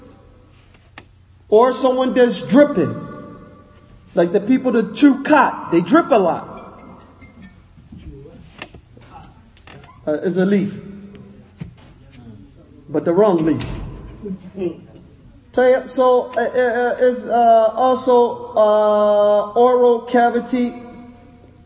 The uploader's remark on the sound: Lecture given at Masjid Nur Allah, Queens, NY